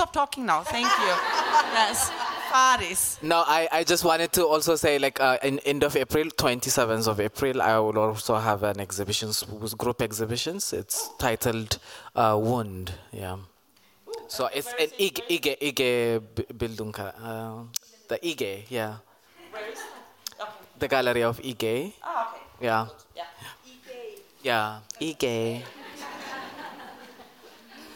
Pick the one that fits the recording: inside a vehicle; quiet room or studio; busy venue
busy venue